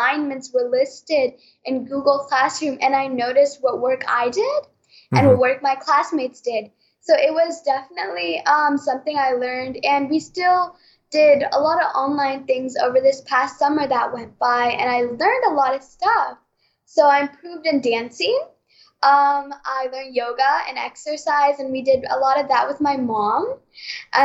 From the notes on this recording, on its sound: I know the audio is little rough